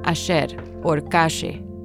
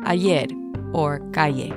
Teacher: They pronounce their double L's and Y's with a sh sound · Shown in: first take · as in ayer or calle, instead of ayer or calle. · Term: Argentine accent